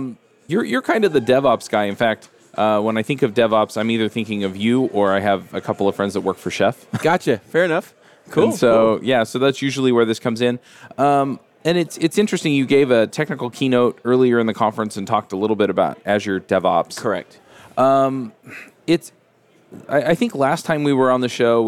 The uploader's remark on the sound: LIVE at Microsoft Ignite